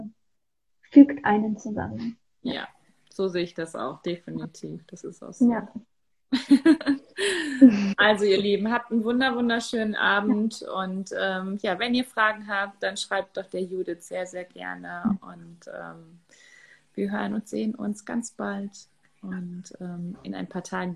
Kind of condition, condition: link, video call